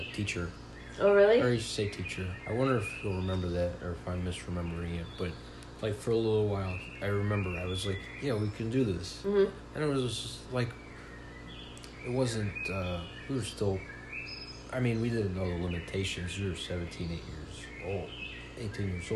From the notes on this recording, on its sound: play ambient park noises on YouTube in his apartment